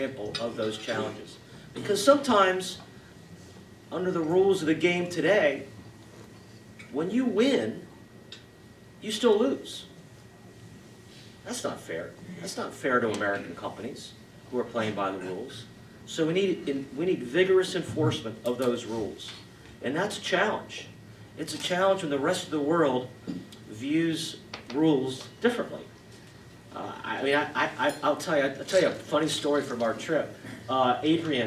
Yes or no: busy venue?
yes